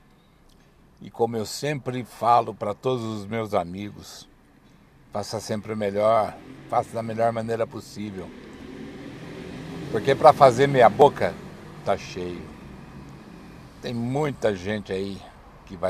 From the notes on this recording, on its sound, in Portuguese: Esperando no carro. Gravado no meio da rua.